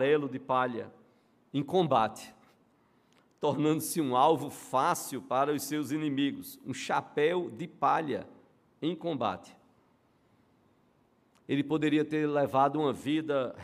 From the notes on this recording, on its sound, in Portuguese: no culto presencial e transmitido ao vivo